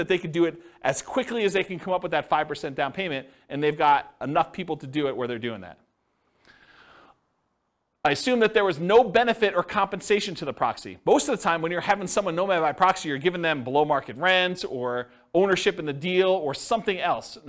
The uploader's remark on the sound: This was a live class recorded